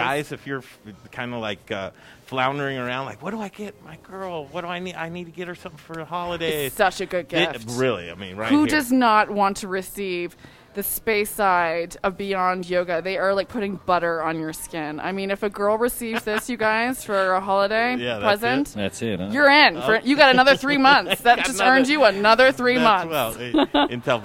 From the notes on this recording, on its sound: Live from Nurture, A Wellcare Marketplace!